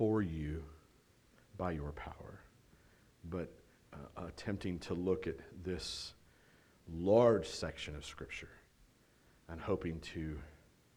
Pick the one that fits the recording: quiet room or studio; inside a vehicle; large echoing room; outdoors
large echoing room